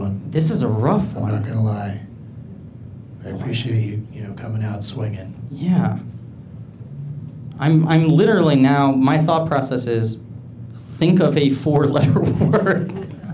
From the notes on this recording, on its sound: Live from Flappers in Burbank